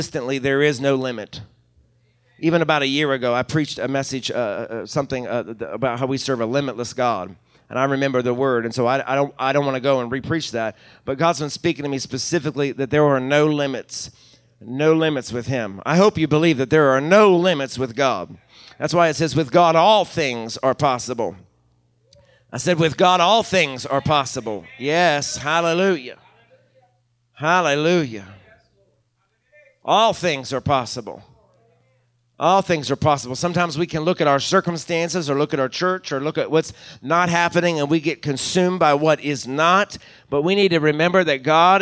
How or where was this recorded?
live audience